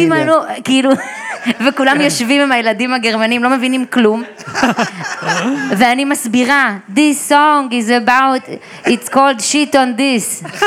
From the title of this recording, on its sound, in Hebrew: פודקאסט לייב!